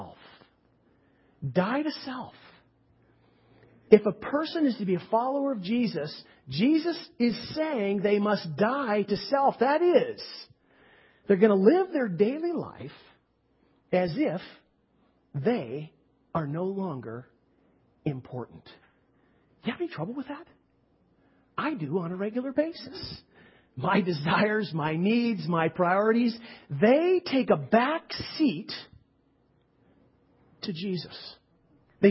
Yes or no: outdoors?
no